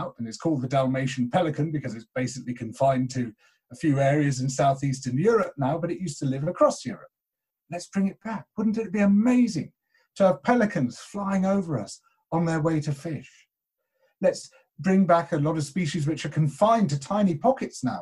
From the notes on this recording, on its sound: This talk was recorded at the second online 5x15 in May 2020.